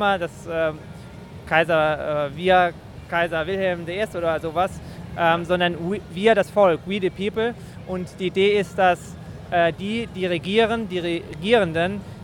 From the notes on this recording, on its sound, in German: Live aus den USA. Der Podcast wurde am Times Square aufgezeichnet.